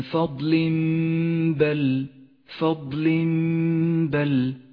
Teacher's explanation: بعد ذلك حكم الإقلاب في قوله تعالى من فضل بل فضل بل، التنوين وبعده حرف الباء، نقلب التنوين إلى ميم